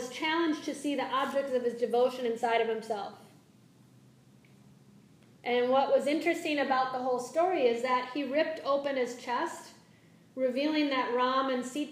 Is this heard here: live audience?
yes